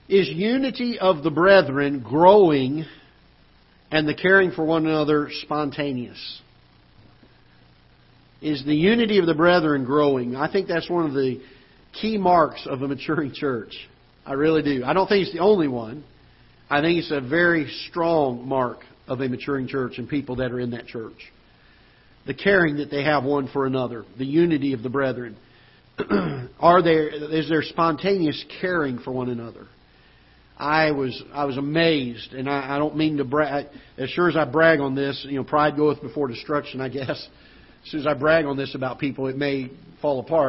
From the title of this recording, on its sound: Ketha Heights Baptist Church ~ Live Broadcast